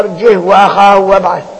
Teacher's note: عاصم وحمزة بالسكون وغير همس